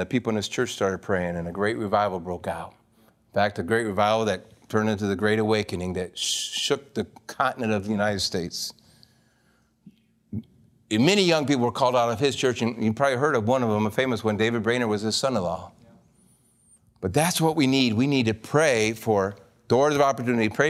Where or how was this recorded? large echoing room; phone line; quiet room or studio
large echoing room